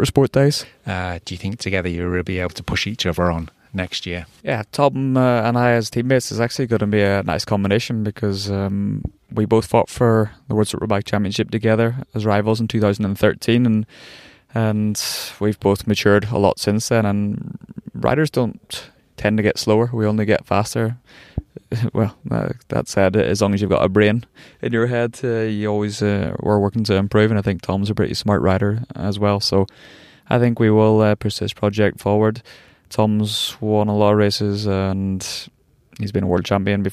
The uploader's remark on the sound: this episode was actually recorded inside a BMW 2 Series car directly outside the EICMA motorcycle exhibition in Italy!